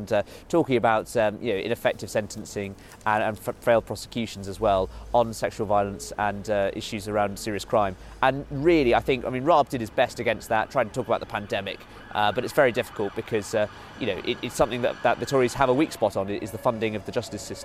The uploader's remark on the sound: Live from College Green.